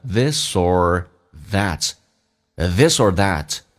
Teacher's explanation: this 跟 or 可以有个连音，用 s 跟 or